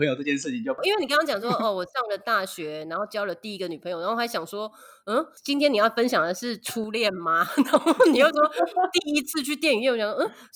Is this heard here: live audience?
no